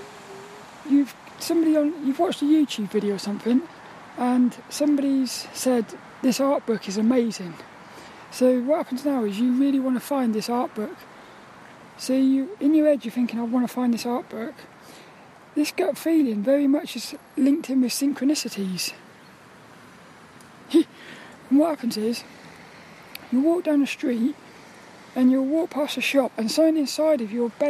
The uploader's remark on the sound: This 'About The Tings' episode is a Walk and Talk around the local park. The sun was shining.